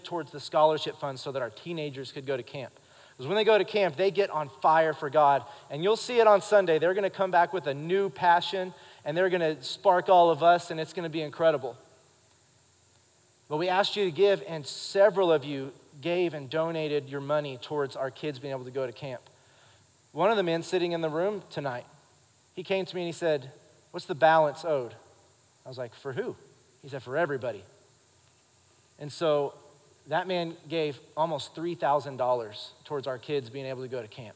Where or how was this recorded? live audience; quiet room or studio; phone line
live audience